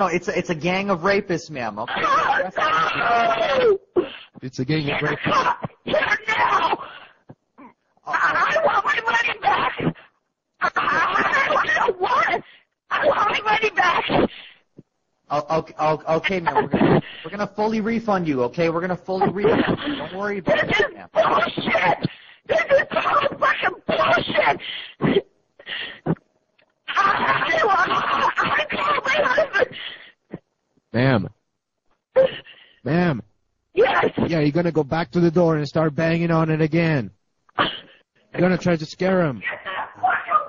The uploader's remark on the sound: Prank Phone Calls